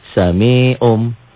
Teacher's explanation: Sedangkan iklab tuh dalam bunyi sami om bunyi m langsung. Mutlak berubah nun matinya jadi mim mati. Dalam bunyi bukan dalam tulisan.